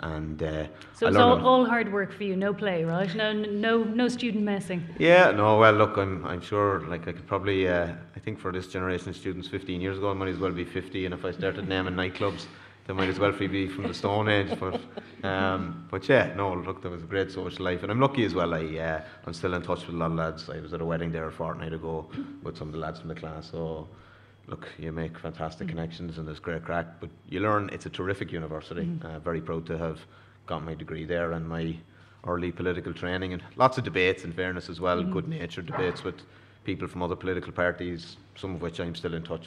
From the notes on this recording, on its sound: live debate on pressing issues with students at UCC